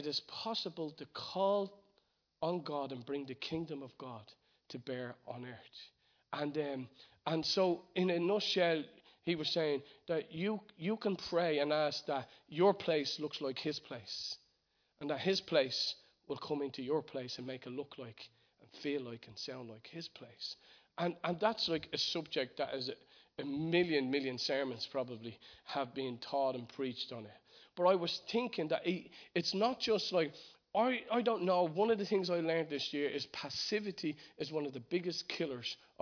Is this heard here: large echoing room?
yes